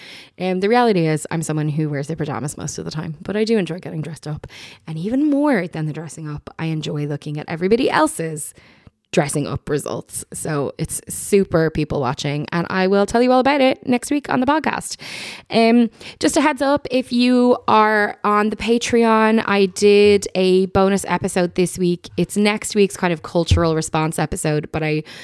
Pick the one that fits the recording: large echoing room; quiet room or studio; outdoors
quiet room or studio